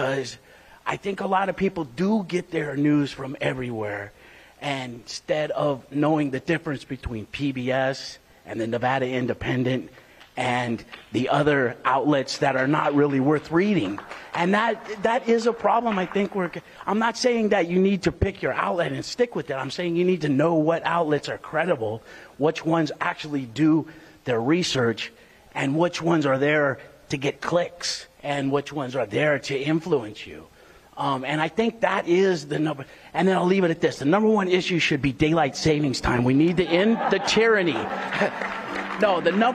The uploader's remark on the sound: Highlights from a community listening event put on by The Nevada Independent and Vegas PBS . The event, which is the latest installment of The Nevada Democracy Project, was held at the College of Southern Nevada’s West Charleston Campus and garnered comments from people ages 8 to 80 and from all walks of life.